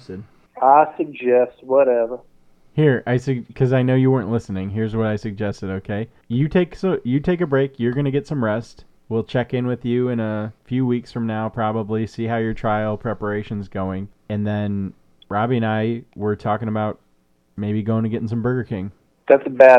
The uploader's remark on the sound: Get a call from their old, softy-brain buddy. He calls into the show from a prison in Missouri.